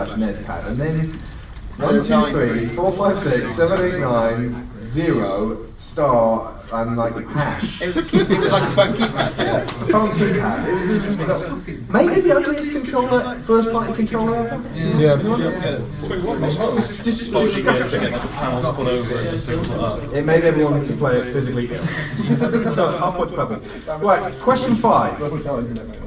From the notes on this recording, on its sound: Gonzo Planet Expo 2012. This was live footage recorded at the first of four annual get-togethers we held for our community.